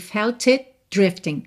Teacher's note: O T de it você não ouve porque já tá virando D de drifting.